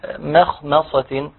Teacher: انا عندي ميم مرققه خاء مفخمة ميم مرققة